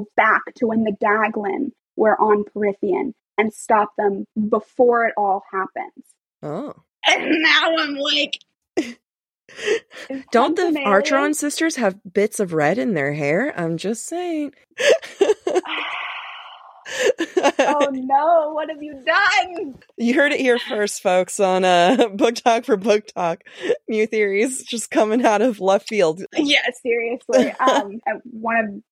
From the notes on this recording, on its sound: This episode of Book Talk for Book Tok was recorded on Riverside. This episode of Book Talk for Book Tok was recorded on Riverside.fm , a cloud-based podcast recording platform.